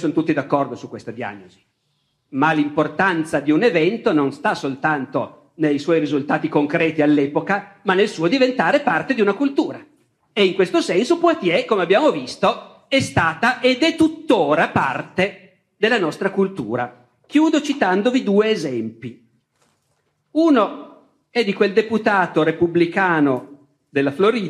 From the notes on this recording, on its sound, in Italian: Tratto dalle Lezioni di Storia dell’Editore Laterza. Registrato nel 2017 presso il Teatro Stabile di Genova.